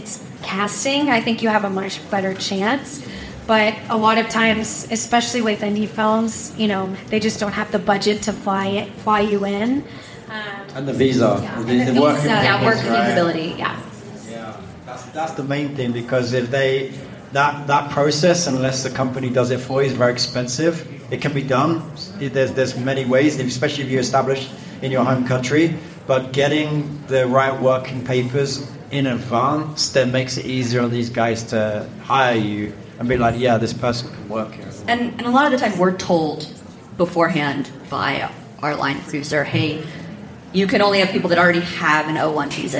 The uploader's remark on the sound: LIVE from The Sundance Film Festival - CASTING DIRECTOR PANEL. Insights straight from the Sundance Film Festival's Craft of Casting panel.